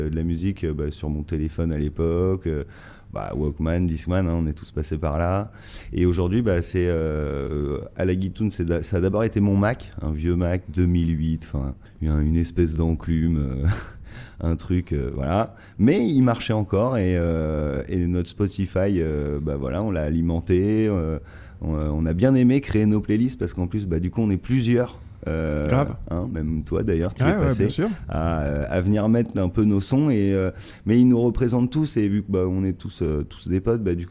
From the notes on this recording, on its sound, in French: Bar-restaurant "La Guitoune" à Foulerot sur l'île d'Oléron. On enregistre dans le restau, lieu historique des premières soirées Black Rackam Studio.